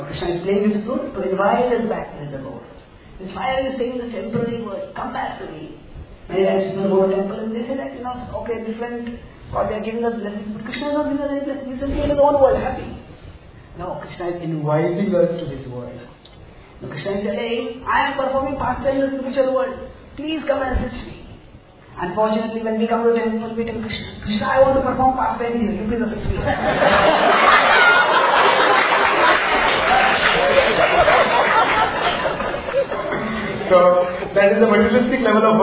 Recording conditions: live audience